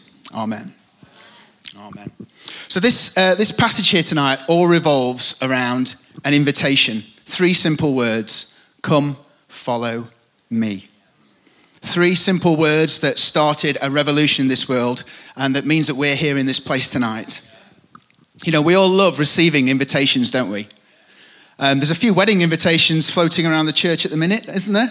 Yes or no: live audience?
yes